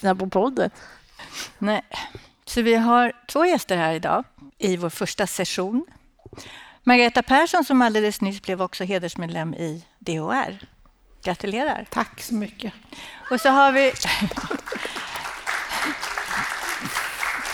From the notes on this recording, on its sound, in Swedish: På DHR:s förbundsmöte, tillika 100 årskalas, spelades podden in live i Göteborg